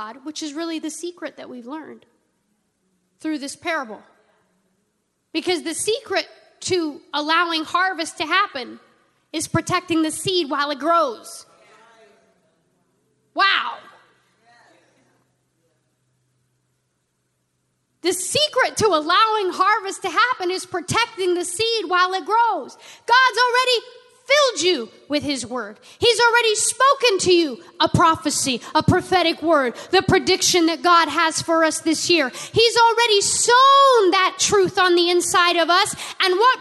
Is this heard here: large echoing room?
yes